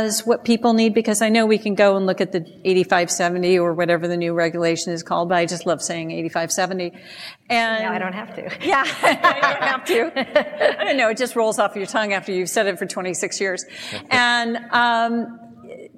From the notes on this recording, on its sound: Recorded live at the recent ISC2 Security Congress, this panel discussion.